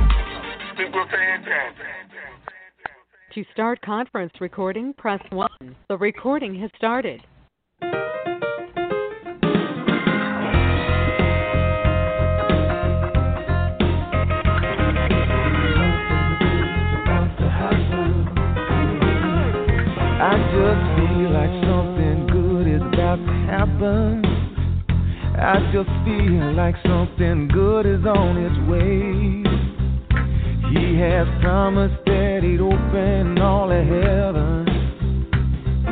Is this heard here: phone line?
yes